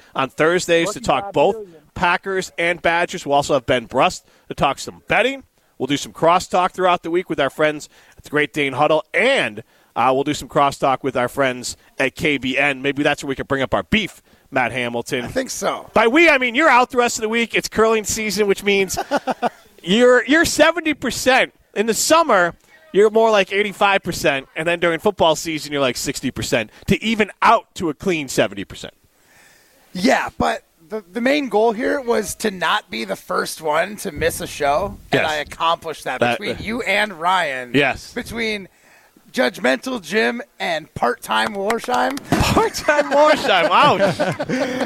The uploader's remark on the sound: Broadcast live from Nakoma Golf Club to help raise money for cystic fibrosis with Revive Restoration.